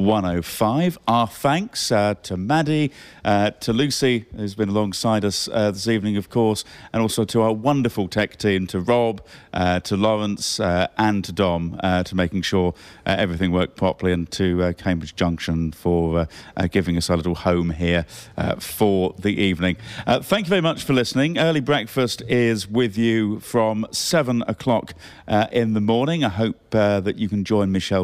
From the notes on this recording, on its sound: live coverage of Strawberry Fair’s annual battle of the bands, live from Cambridge Junction